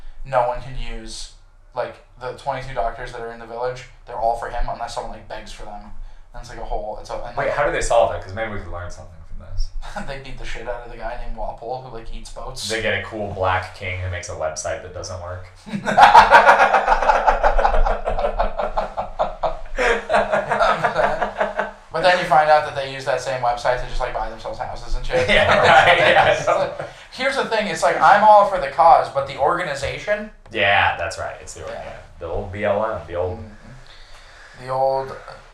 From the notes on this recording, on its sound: Great ep, horrible audio.